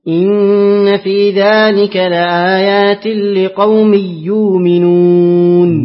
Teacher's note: أقرأ لخلف بترك الغنة